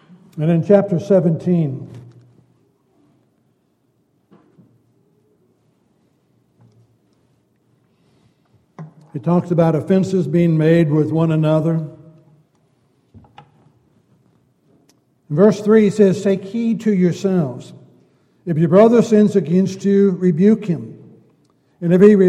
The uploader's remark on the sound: Downtown Church Of Christ Audio Sermon